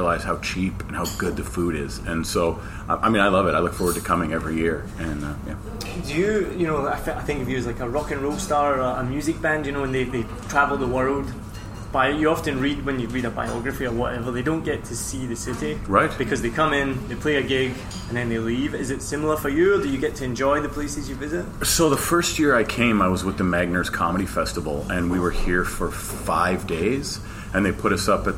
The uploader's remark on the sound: So apologies for the background noise, we were in the hotel restaurant that was thankfully mostly quiet.